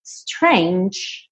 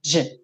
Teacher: Strange, você não pronuncia a letra E, mas essa letra G, ela tem esse som de DJ